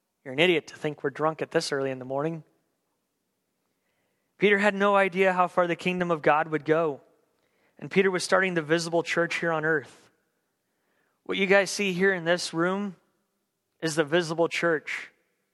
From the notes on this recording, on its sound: On December 27th, 2015 at The Well an Acts 29 &amp; Converge Heartland Church in Hastings, NE. At The Well an Acts 29 & Converge Heartland Church in Hastings, NE.